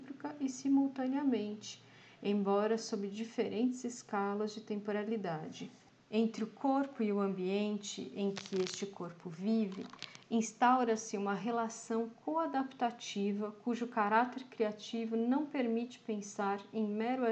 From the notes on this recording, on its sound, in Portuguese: Resolvi ler todos os trabalhos em voz alta e gravar este áudio. Este podcast é gravado e editado de forma caseira, por uma professora e seu laptop na sala de casa, e contém interferências da vida cotidiana, erros de pronúncia, algumas gaguejadas e pequenas repetições de frases que passaram na edição.